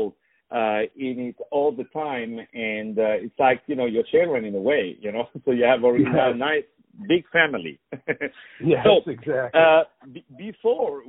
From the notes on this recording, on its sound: On the phone